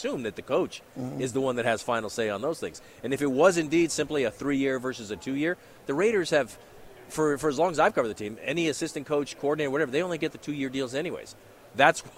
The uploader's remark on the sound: LIVE FROM RADIO ROW AT SUPER BOWL 58